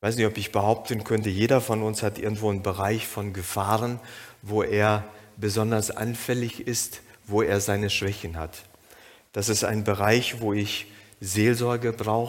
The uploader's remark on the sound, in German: Aufzeichnung der Predigt des Gottesdienstes